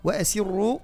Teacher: إذن وأسروا قولكم أو اجهروا به إنه عليم بذات الصدور. إذن هنا تلاحظون أيضا الراء في الأخر مفخمة والراء في الأول أيضا مفخمة